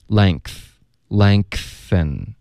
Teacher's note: 你的舌根需要顶上去，这样才能发一个后鼻音，对吧？那你舌根顶上去然后你再爆一个的这个音呢 length，它就会自然而然爆出一个很轻的一个科的音，因为科的音就是这么发的，对吧？科的音就舌